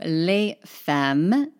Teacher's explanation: notice I did not pronounce the S on the end of femme